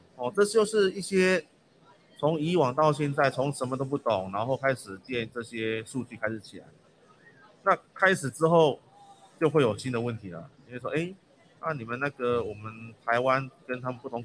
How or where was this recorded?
busy venue